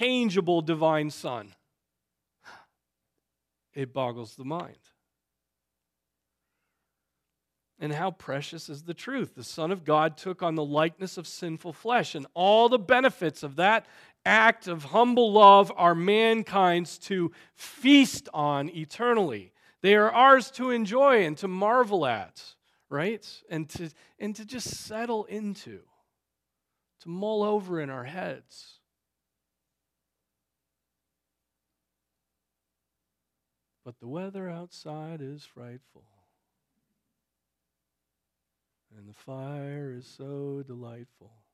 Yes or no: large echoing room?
yes